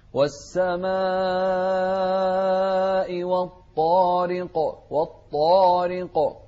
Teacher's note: سورة الطارق من أول ملاحظاتها المد في كلمة السماء، والسماء أربع حركات، المدها مد متصل، والسماء والطارق. انتبه كذلك لكلمة الطارق والتفخيم الطارق والقلقلة في القاف